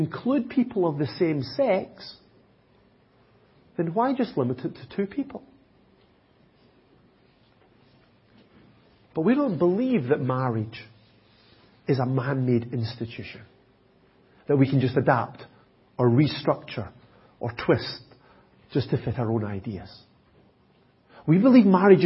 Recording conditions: large echoing room